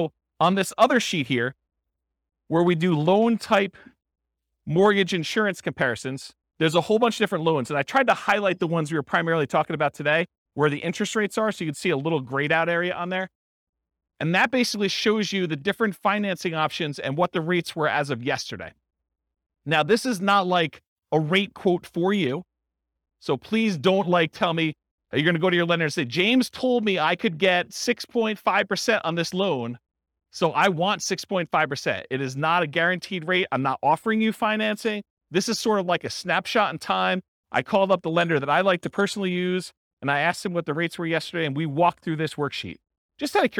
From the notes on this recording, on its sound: This was a live class recorded